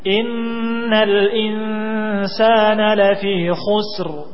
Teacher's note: Innal insana dibaca tipis, ikhfa dibaca tipis karena setelahnya huruf tipis.